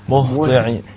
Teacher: عايزين نطلع الهاء من الحلق